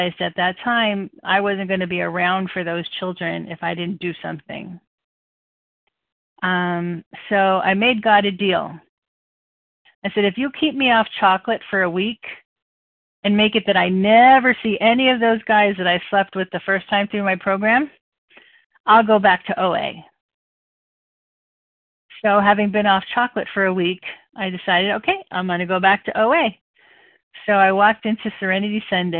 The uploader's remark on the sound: from the 100 Pounders Phone Meeting, 5/2/23